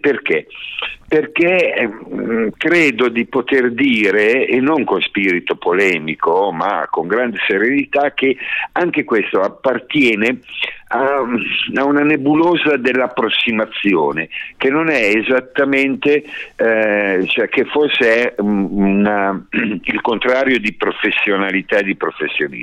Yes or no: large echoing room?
no